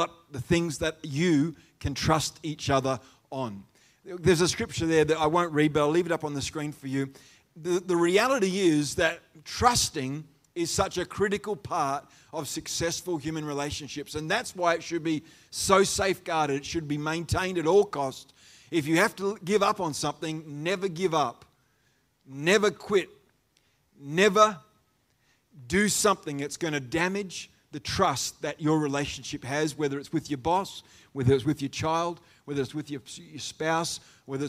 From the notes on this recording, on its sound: The live stream of Destiny Church Atherton.